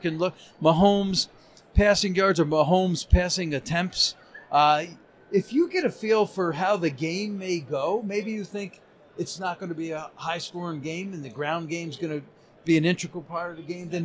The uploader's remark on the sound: Super Bowl 58 Radio Row Special